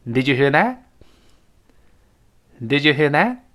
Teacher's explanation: that–that，最后那个 t 失去爆破